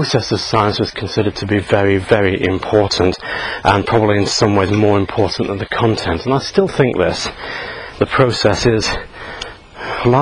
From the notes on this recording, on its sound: while out walking his dog